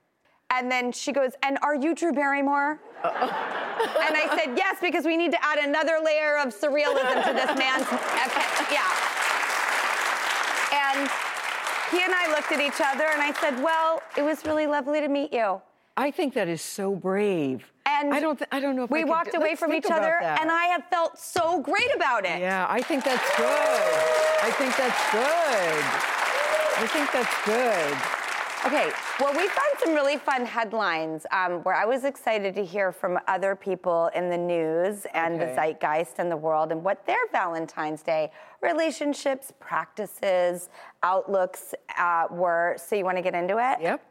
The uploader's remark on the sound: we've filled the entire studio audience with singles looking to make a love connection